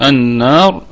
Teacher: طيب النون في كلمة النار في أعلى درجات الغنة لأنها مشددة وهي حرف غنة، يبقى نقول وغنة ميما ثم نونا شددة، يعني حين ترى الميم أو النون مشددتين فهما حرف غنة، أي في أعلى درجات الغنة، يعني في الدرجة الأولى من درجات الغنة.